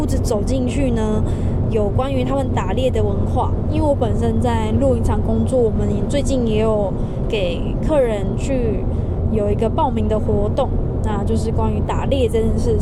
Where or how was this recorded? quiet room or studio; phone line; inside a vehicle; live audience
inside a vehicle